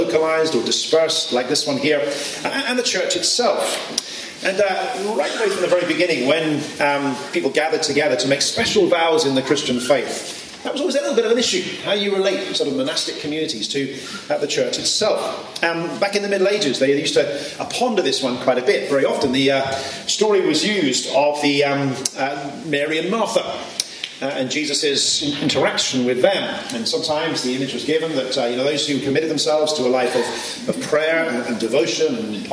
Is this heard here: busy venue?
yes